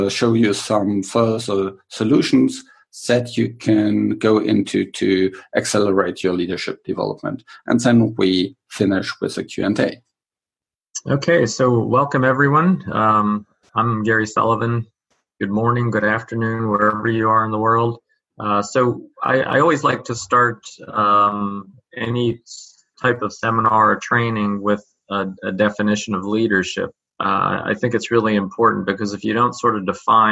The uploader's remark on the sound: Webinar recording.